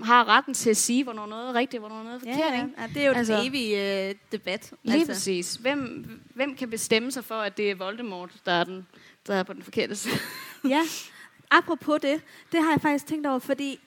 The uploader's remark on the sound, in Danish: Liveshow fra Mølleparken. Live i Mølleparken i Aarhus.